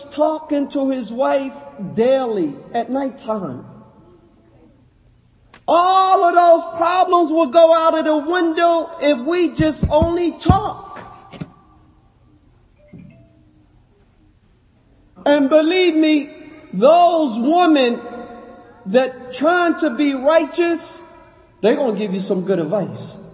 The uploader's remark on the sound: Lecture given at Masjid Nur Allah, Queens, NY